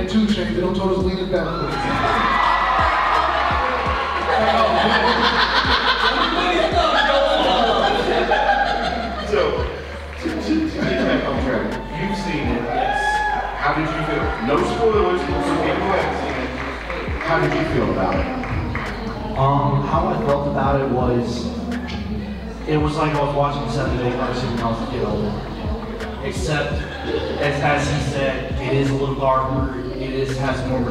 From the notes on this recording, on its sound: We talk all thing Power Ranger during a panel at Metrotham Con 2023.